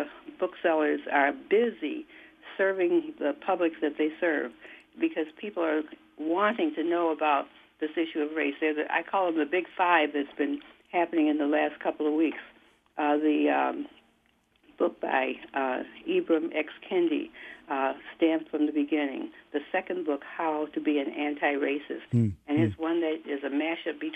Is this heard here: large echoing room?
no